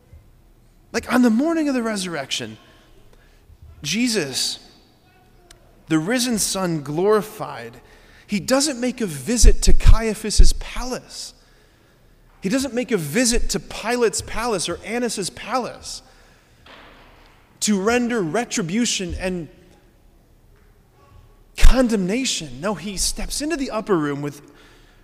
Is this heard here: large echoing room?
yes